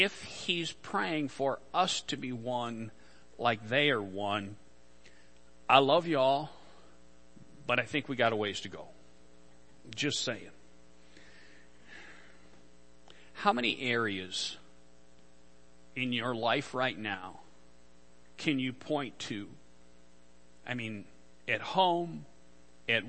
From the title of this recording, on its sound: Worship Service - Audio